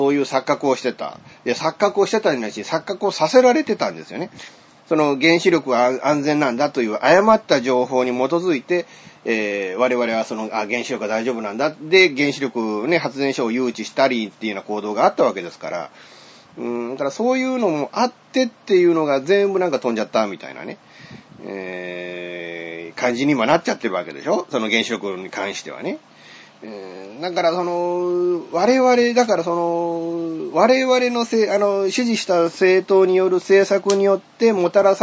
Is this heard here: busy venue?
no